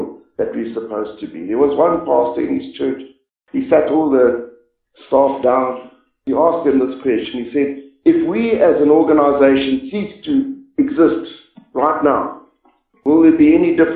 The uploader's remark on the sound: This message was preached about seven years ago when our church met in the chapel.